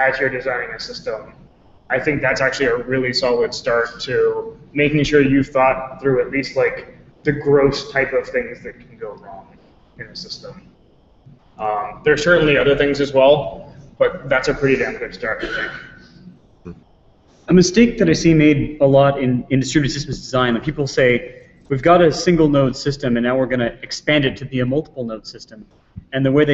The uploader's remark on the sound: Recorded live at Strangeloop 2013.